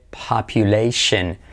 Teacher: Letra clave SH, aunque sea una T, es shen